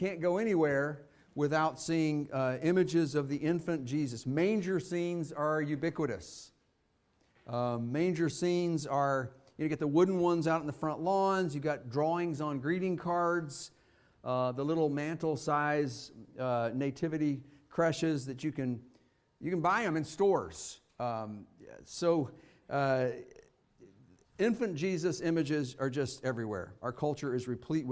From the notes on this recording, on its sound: Fuquay-Varina church of Christ sermon audio from Sunday, December 31, 2023.